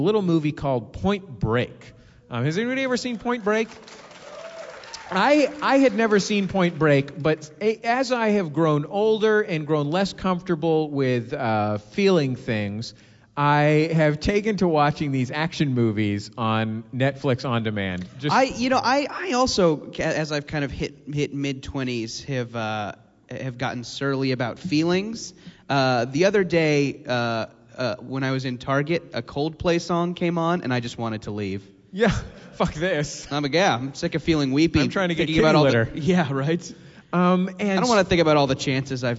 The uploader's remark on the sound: are live in Portland